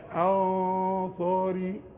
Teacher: النون بعدها صاد، فالغنة تخينة